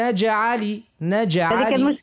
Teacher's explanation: ترى حاول باش تقلقل في الجيم